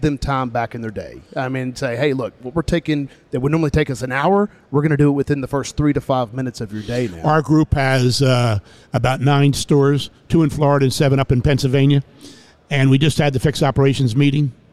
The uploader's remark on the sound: Live at NADA.